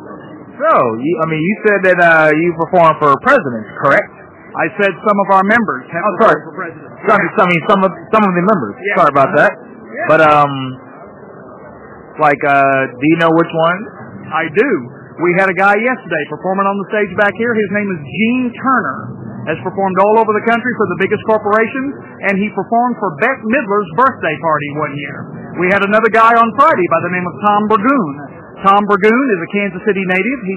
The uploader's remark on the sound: This episode was recorded at Planet Comic Con in Kansas City, MO, April 30, 2017, day 3.